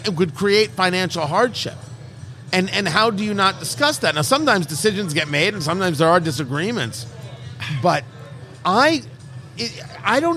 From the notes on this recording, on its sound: Recorded live at Blend Bar Cigar in Indianapolis, IN.